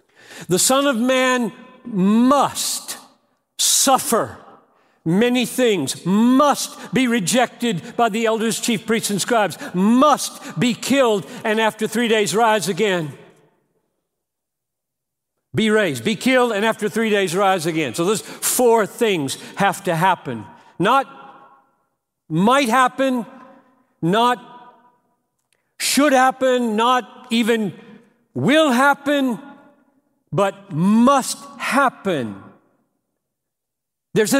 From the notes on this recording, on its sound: preached this message at The Gospel Coalition 2019 National Conference